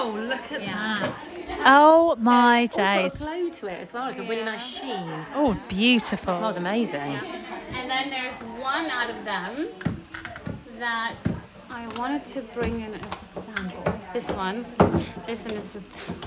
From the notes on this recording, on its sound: we are live from Hair Union in Sheffield